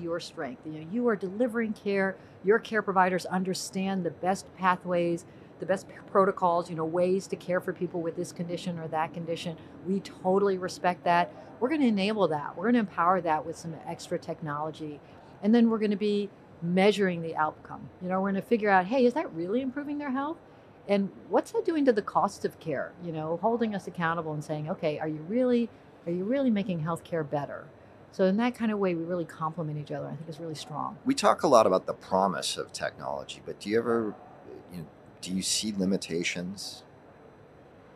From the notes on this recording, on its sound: Live from HLTH 2021.